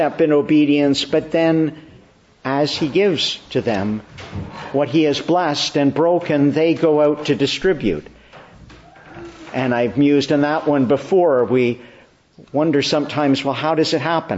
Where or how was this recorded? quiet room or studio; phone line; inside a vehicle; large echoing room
large echoing room